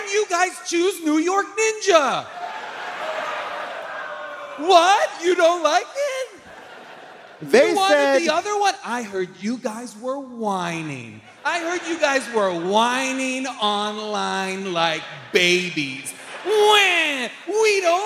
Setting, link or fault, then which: setting, live audience